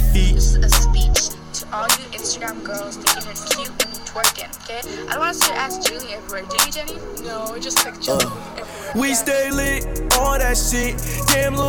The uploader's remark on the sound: DRANK SOME HENNY AT A PARTY AND PRESSED RECORD!